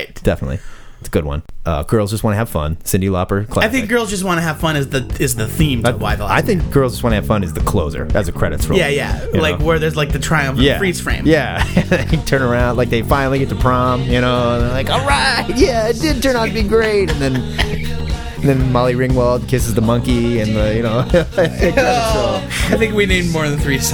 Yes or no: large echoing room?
no